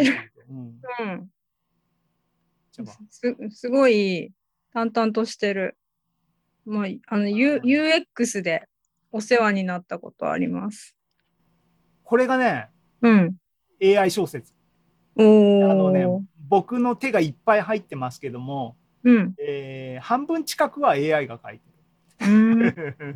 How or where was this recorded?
video call